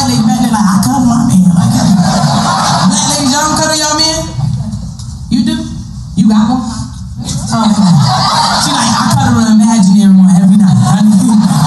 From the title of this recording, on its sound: LIVE FROM FUNNY BONE